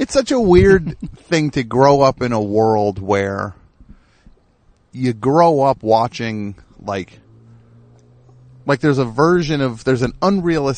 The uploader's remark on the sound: hangs a sanitized mic cable from his car window